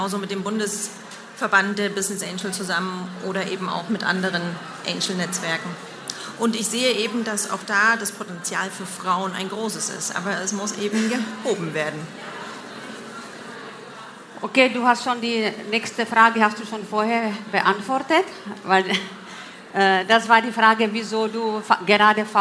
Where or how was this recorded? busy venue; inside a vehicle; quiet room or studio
busy venue